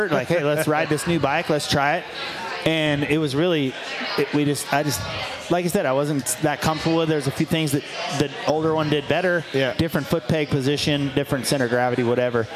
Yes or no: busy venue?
yes